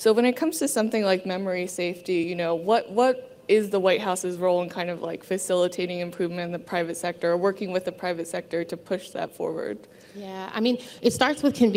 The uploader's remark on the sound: In the closing keynote from the Zero Trust Summit